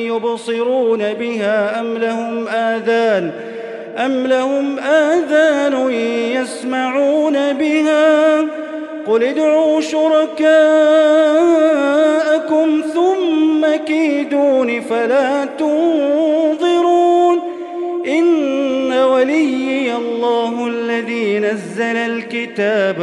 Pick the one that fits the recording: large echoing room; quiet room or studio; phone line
large echoing room